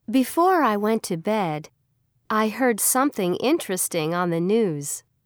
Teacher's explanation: Notice how each clause ends with falling intonation.